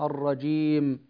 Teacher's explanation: الجيم حرف شديد مجهور كما قلنا سابقا، لا نقول الرجيم، الرجيم الآن صارت الجيم رخوة لا بد من الشدة في الجيم، الرجيم.